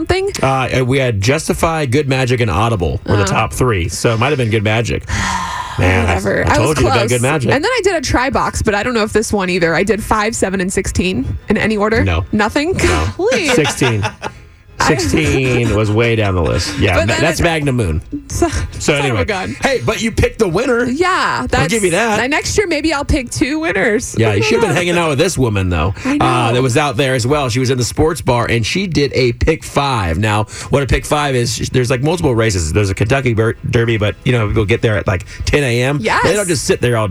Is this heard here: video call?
no